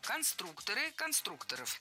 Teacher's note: В слове «конструктор» ударение должно сохраняться на втором слоге, на «у».